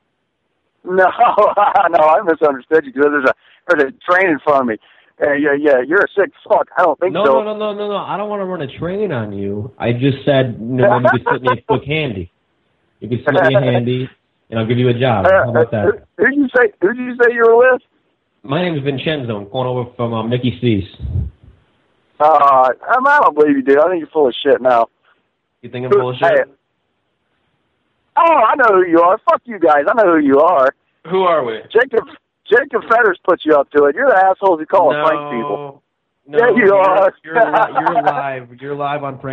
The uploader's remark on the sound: Prank Phone Calls.